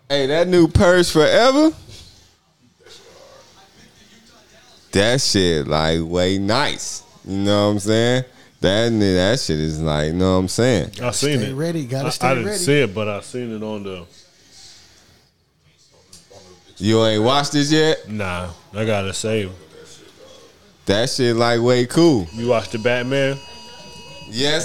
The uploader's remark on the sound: Live from The Playas Club